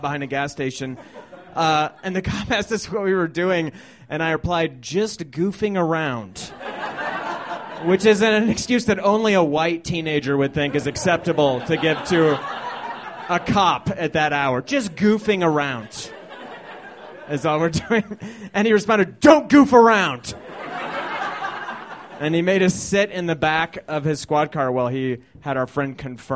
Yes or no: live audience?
yes